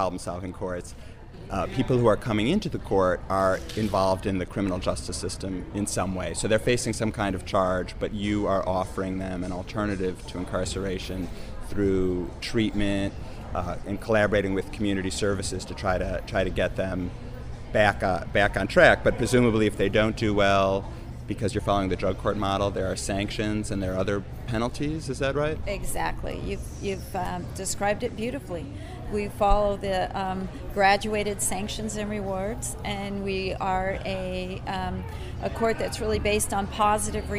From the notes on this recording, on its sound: sorry for the background noise, but we’re in a hotel lobby.